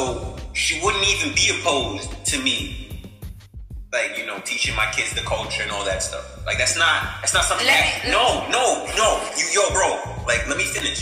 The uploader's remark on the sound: Bare with us on the audio as we were practicing social distancing.